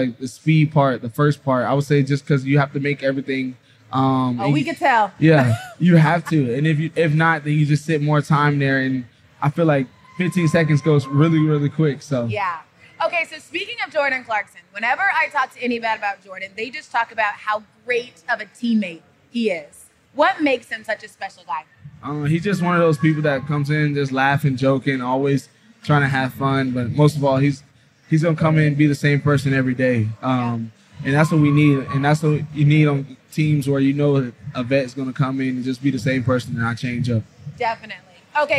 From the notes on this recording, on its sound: Live at NBA All-Star in Utah